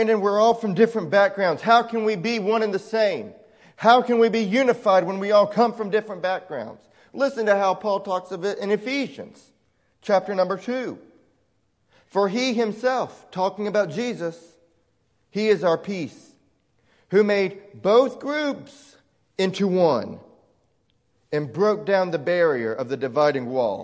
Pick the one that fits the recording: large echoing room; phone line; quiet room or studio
large echoing room